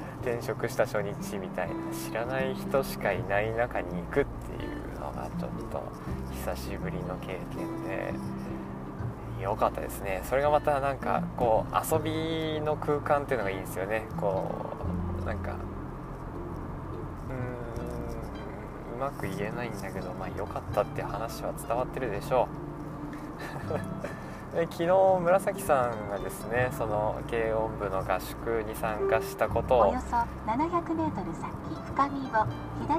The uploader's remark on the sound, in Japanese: いいかねPalette→宮崎間の収録です。ザラザラ雑音が入っていてすみません。